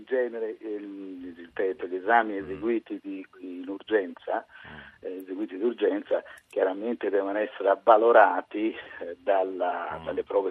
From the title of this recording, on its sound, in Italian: Telefonata